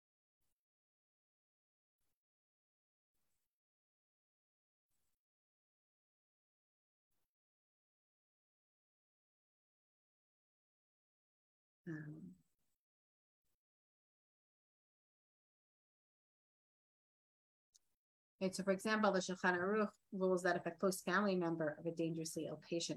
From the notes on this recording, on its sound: This audio was originally captured from Zoom.